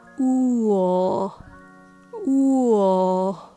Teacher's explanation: When you say this combination of sounds, you actually hear an extra sound in between, and that's the W sound. It's very subtle, but it's there.